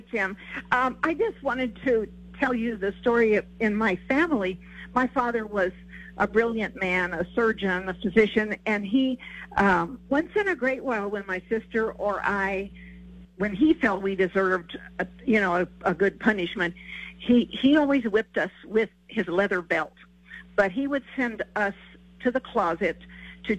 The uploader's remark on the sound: takes your phone calls on News Radio KKOB